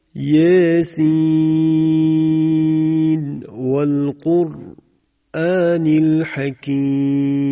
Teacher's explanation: خب در اینجا ملاحظه فرمودید که به اظهار تلاوت شد، اظهار نون آخر کلمه سین، حرف مقطعه سین نزد واو ابتدای آیه بعد